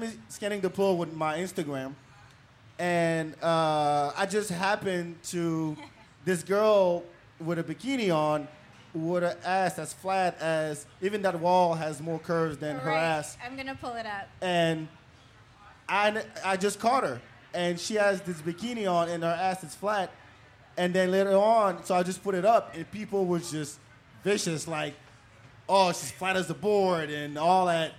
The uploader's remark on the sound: We recorded this show live at the Bak 2 Bak Podcast & Party at Empire Control Room. We recorded this show live at the Bak 2 Bak Podcast & Party at Empire Control Room.